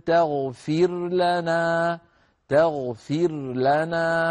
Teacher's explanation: نظهر الراء عند اللام